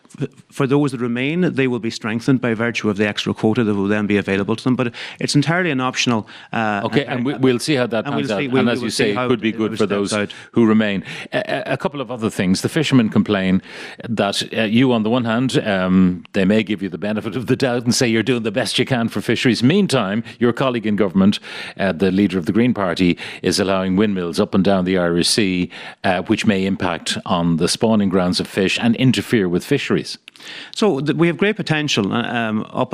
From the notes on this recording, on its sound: we were live from the Irish Skipper Expo at University Limerick